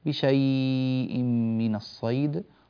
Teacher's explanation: نحن بنمد هنا مد اللين أربع حركات على مذهبنا المختار.